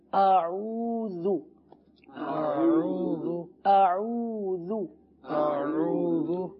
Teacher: حمزہ سخت ادا ہوتا ہے، عین نرمی سے ادا ہوتا ہے، لہذا حمزہ کو سخت ادا کیجیے اور عین کو نرمی سے، اعوذ اعوذ اعوذ اعوذ باللہ باللہ۔